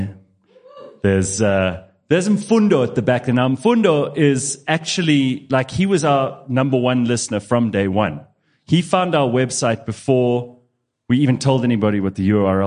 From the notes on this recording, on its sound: a live Q&A session with the audience.